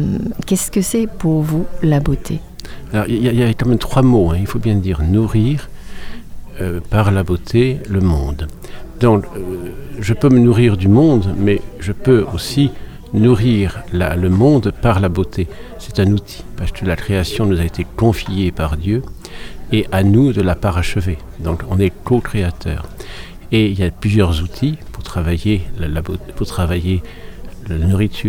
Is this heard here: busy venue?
yes